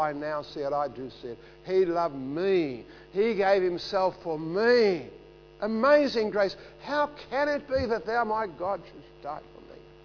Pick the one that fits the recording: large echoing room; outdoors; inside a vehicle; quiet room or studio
large echoing room